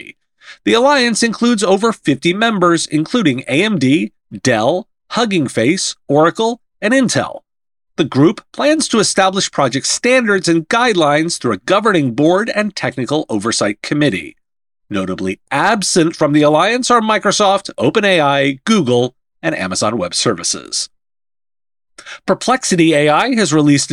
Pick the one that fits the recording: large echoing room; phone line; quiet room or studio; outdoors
quiet room or studio